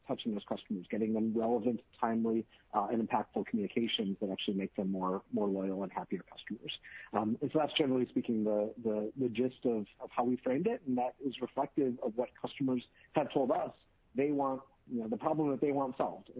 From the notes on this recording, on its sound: Earnings Conference Call